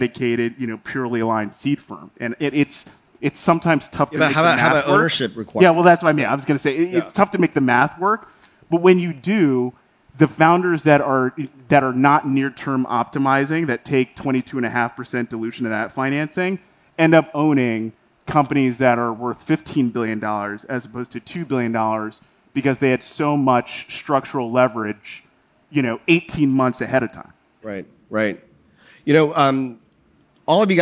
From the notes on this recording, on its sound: Recorded on March 1, 2022 at the Upfront Summit.